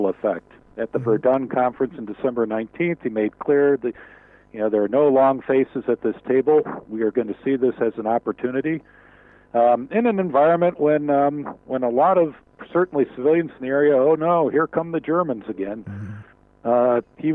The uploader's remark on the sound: In our first ever phone interview.